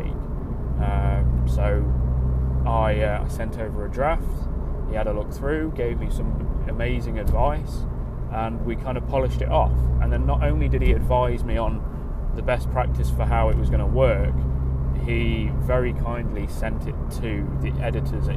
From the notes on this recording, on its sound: Recorded in the car during a commute to work, the audio isn't perfect